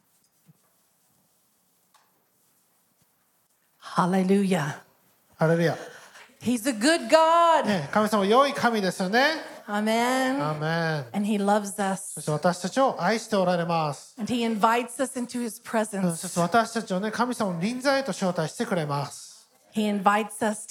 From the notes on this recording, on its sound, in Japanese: 日曜礼拝 収録分です。